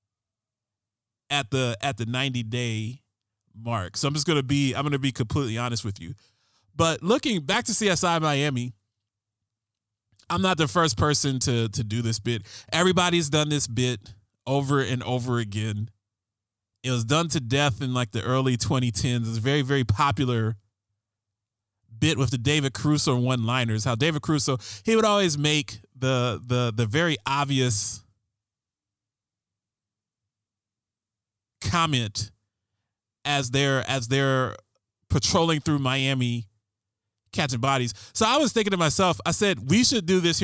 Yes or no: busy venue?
no